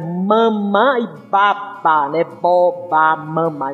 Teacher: Os primeiros fonemas que a criança fala são sons bilabiais